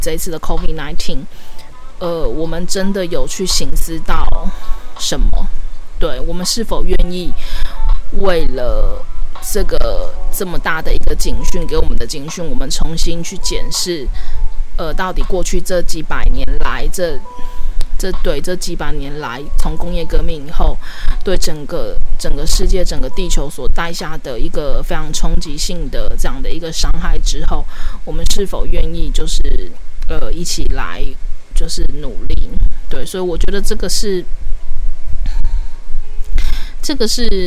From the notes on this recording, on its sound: P.s錄這集的時候不小心忘記關電風扇，所以可能一直會有一個雜音在這個錄音單集裡面. When recording this episode, I accidentally forgot to turn off the electric fan, so there may always be a noise in this recording episode.